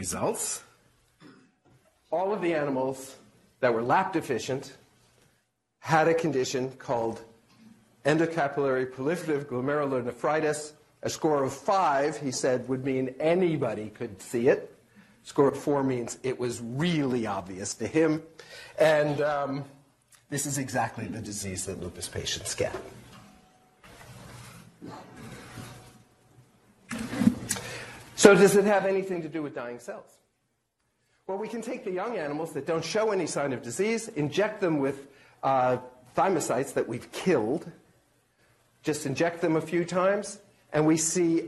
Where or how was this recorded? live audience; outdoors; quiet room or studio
live audience